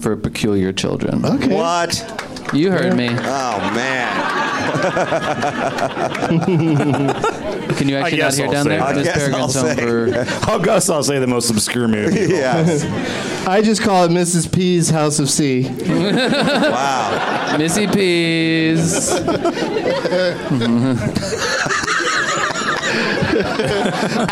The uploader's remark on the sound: Live from the Improv in Washington D.